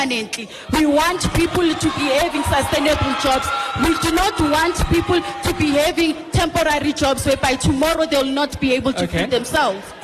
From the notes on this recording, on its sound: Eldorado Community Arts Centre in Sebokeng Town-hall. Broadcast live from the Eldorado Community Arts Centre in Sebokeng. He was joined by political party representatives from the ANC, DA, EFF, COPE, AIC and the BLF.